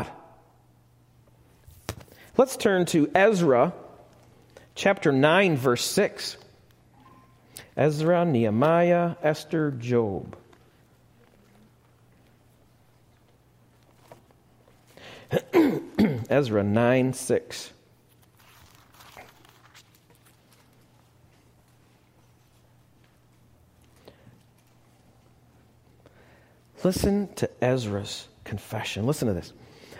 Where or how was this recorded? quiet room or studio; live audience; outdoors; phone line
live audience